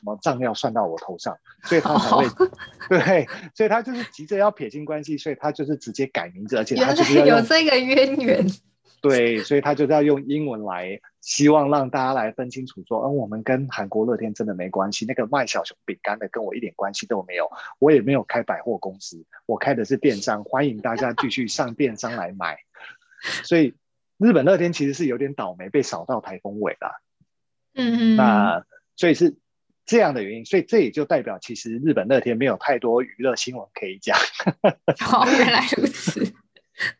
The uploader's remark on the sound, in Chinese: 因為這一集是採遠端錄音，所以收音品質與平常節目聲音明顯有差異喔～。